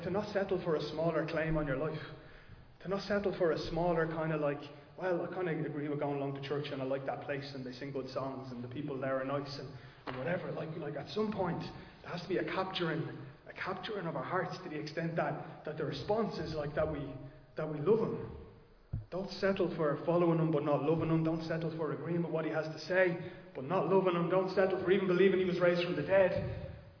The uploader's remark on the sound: Recorded live in Liberty Church on 16 October 2022